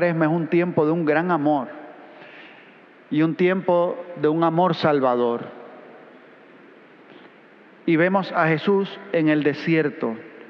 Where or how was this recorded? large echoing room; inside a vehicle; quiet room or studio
large echoing room